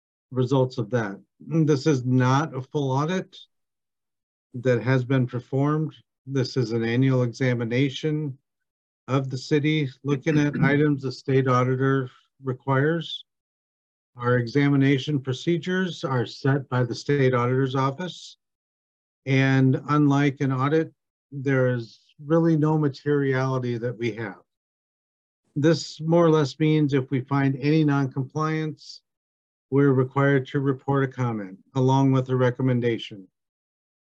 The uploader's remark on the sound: University Heights City Council Meeting of January 10, 2023 was held on Zoom.